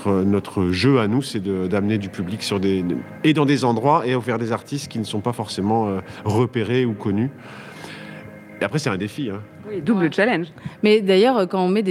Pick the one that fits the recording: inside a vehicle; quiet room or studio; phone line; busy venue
busy venue